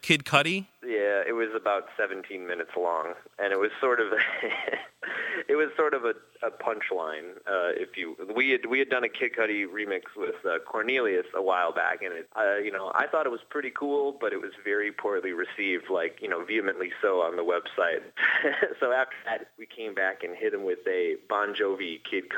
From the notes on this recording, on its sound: phones CVU